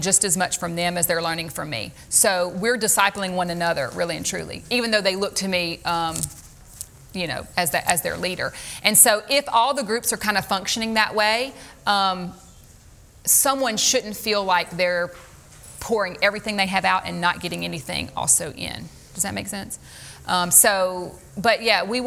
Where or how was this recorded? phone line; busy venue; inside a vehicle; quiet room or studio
busy venue